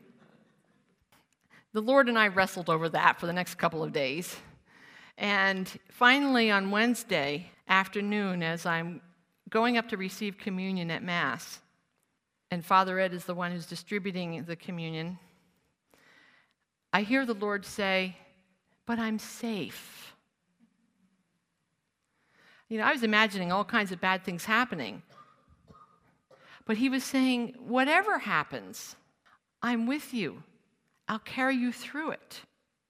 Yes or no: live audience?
yes